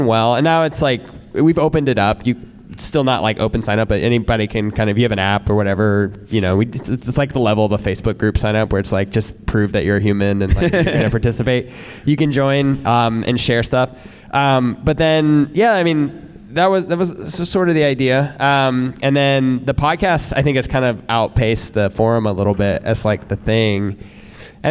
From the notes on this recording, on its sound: Live in Chicago. At the first ever Launched Live at Deep Dish Swift in Chicago.